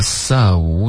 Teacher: 这个嘴唇要滑动，有一个嘟起来的动作